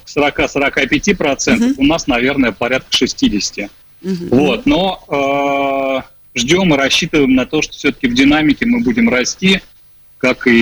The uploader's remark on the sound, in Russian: В эфире программы «Открытая Кухня» созваниваемся. Из Москвы.